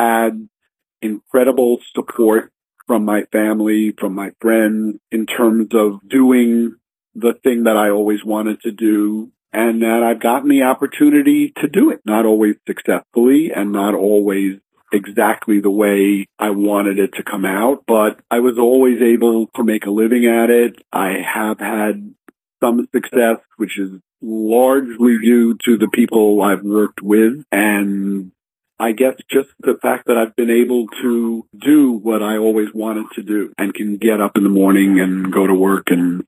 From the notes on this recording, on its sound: He had a contraption to record phone calls for later radio broadcast. The results varied, but now you know.